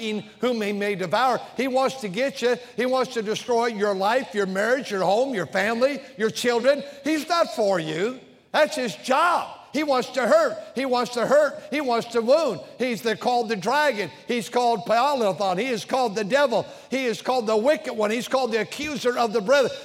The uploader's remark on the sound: During the Sunday Morning service on April 2, 2023, at North Valley Baptist Church in Santa Clara, California.